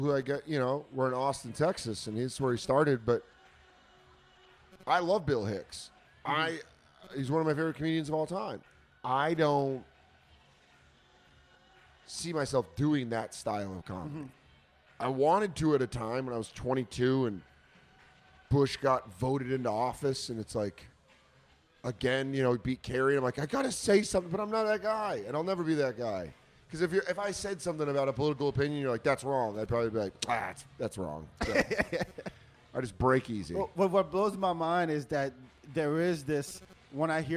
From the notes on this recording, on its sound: Live from Container Bar.